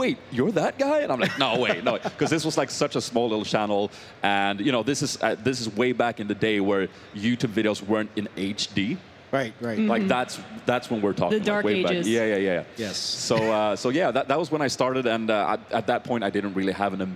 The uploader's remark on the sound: Recorded live at PAX East ‘16. Field some live audience Q&A.